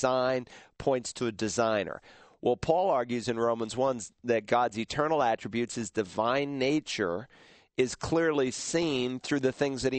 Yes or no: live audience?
no